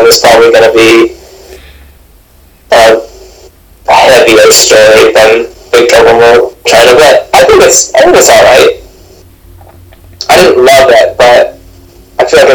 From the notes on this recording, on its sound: I'm pretty sure the sound quality sucks